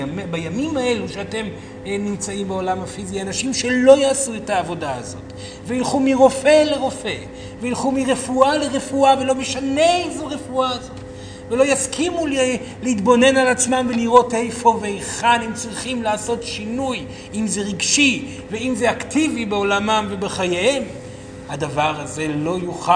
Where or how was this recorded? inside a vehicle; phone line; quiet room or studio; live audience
live audience